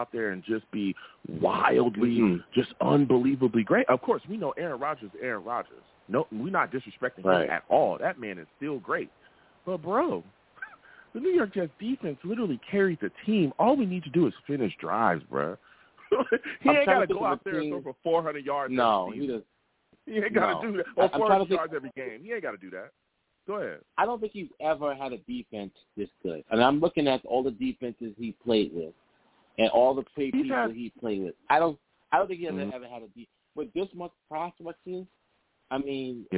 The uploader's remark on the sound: I take live callers!